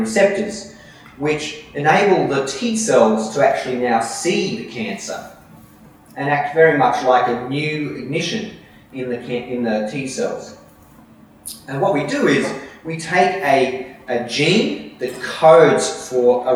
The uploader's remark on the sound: A Sydney Ideas event held at Westmead Institute for Medical Research (WIMR) on Monday 13 August, as part of Sydney Science Festival.